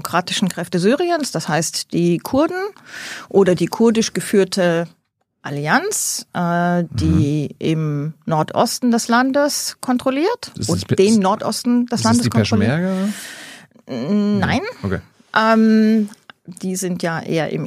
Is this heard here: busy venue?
no